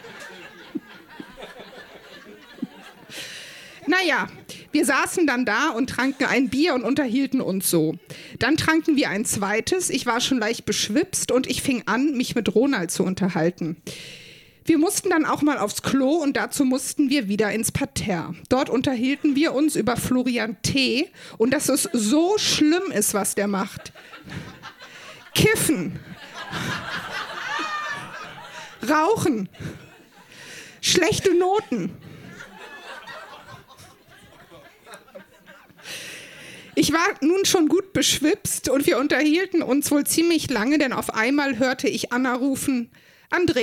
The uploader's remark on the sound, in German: Ausschnitte aus der Veranstaltung vom 01.12.2019 im Monarch, Berlin. Texte von gestern“-Liveshow am 01.12.2019 im Monarch, Berlin. Unser tolles Publikum.